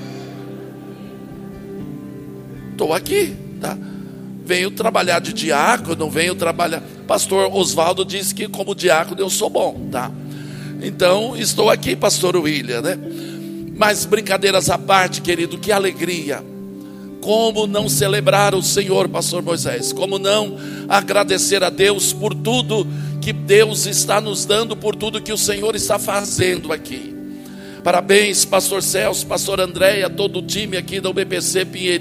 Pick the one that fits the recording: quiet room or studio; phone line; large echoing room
large echoing room